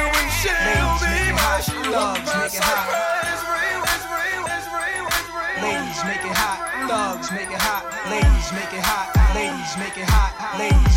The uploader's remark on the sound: Live at Ferrermotor sports car show